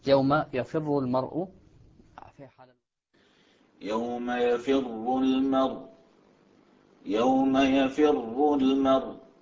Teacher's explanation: هذه طبعا فيها ثلاثة أوجه، لأنه عندنا كلمة المرء لما وقف عليها بالنقل نقل حركة الهمزة إلى الساكن قبلها، النقل مع الإسكان، وعندنا النقل مع الإشمام والنقل مع الروم لأنها مضمومة، فهي المرء أصلها المرء.